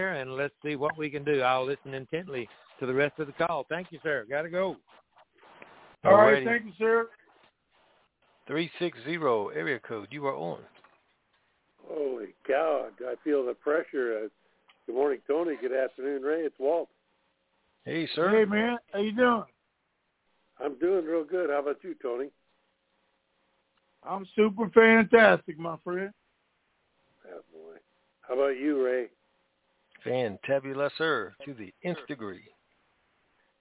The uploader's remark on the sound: TNTSuperfantastic Conference Call